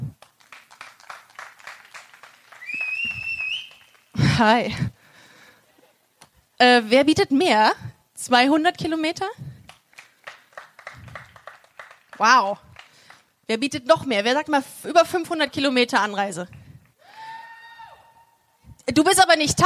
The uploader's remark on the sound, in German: Diese Folge ist ein Mitschnitt vom Busenfreundin LIVE-Auftritt in Essen.